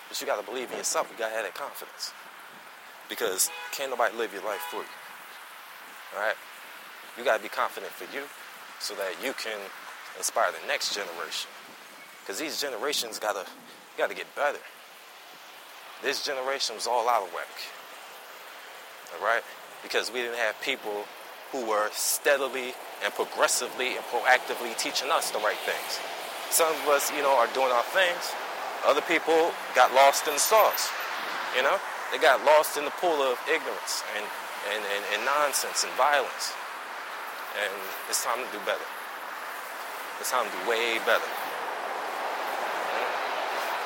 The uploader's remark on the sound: A 'Walk and Talk' type of show. While I go get some food.